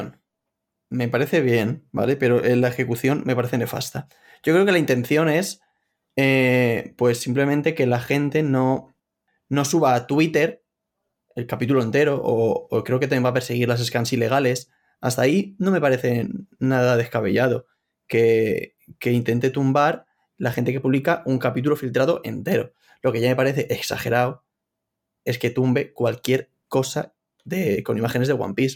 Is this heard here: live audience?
no